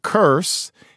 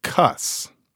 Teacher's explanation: Let's say that you are speaking a kind of dialect that tends to leave R's out at the end of syllables, maybe in the middle of words · Shown in: second take · So instead of saying curse, you say cuss.